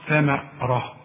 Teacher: الراء هي المفخمة، انما ادي الثاء حقها في النطق، ادي الميم حقها في النطق وهي مرققة